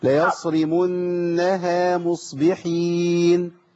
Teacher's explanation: ما فخمش الهاء ولا الالف لان الهاء والالف مرققين